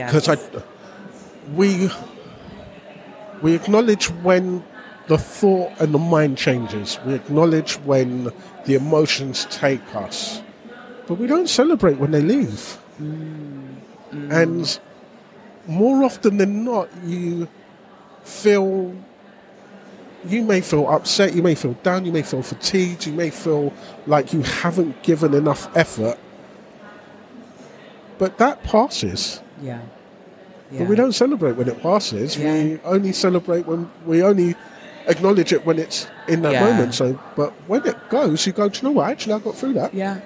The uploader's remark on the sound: recorded live last May from the Emancipated Run Crew stand at The National Running Show South